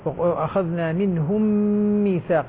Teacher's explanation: اخذنا منهم ميثاق، لاحظ منهم اظهار ومنهم ميثاقا ادغام شفوي بغنه مقدارها مشبعة قدرها بعض العلماء بحركتين